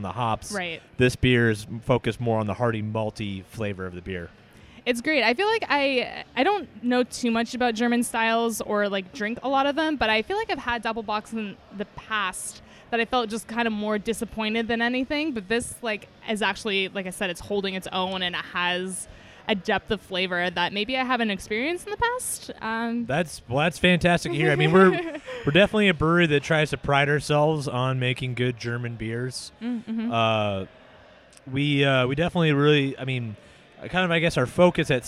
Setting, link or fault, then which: setting, busy venue